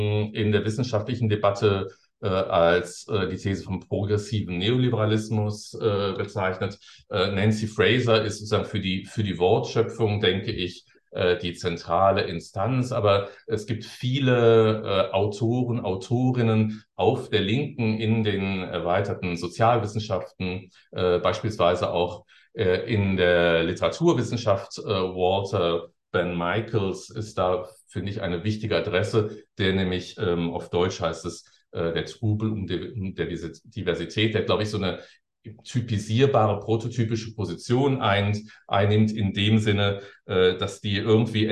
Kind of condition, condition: link, video call